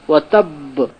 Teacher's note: এমন ভাবে দাঁড়াতে হবে যেন আপনার আওয়াজে বুঝে আসে যে শেষ অক্ষরে তাসদীদ আছে, তাসদীদটা যেন বোঝা যায়, এর নাম হচ্ছে ওয়াকফ বিত তাসদীদ।